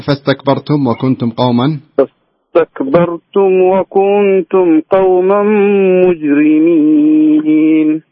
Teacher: وصلت عند قوله تعالى وكنتم قوما مجرمين كأنك سويت قلق لها المفروض انك يعني تمسك النون ما تخليها ما تصير من حروف القلقلة